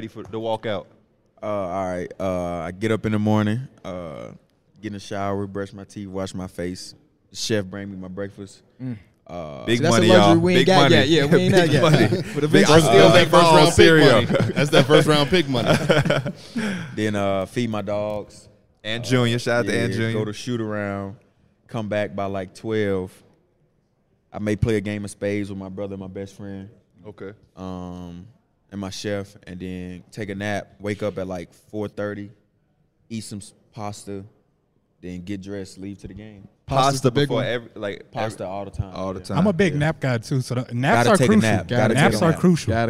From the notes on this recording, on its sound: We're here live in Salt Lake City for NBA All-Star Weekend